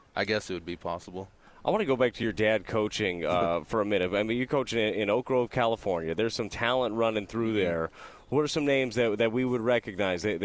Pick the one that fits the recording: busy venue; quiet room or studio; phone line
busy venue